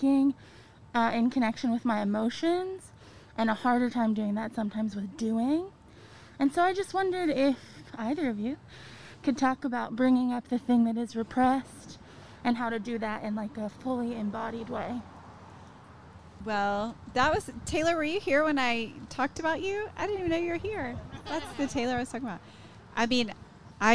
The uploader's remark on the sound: Today's show was recorded Live outside of Fabled Bookshop and Cafe in Waco, TX, so you'll be able to hear the cars, the train, and the city in the background. Wrapping up with questions from the audience at the end!